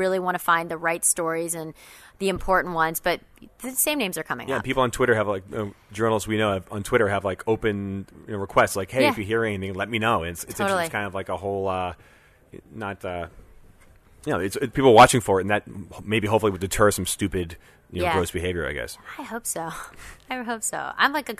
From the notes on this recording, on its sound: recorded at WebSummit in Portugal